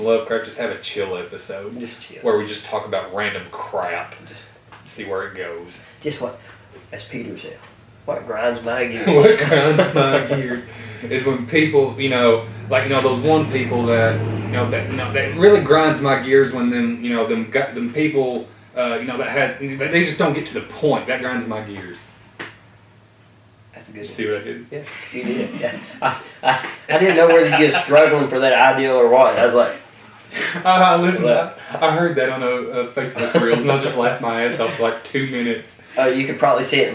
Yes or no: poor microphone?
yes